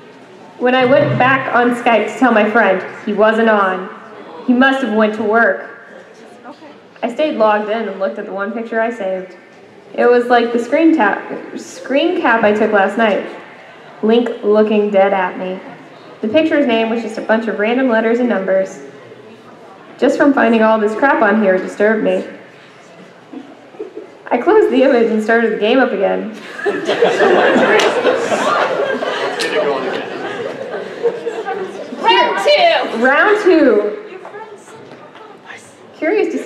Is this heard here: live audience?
yes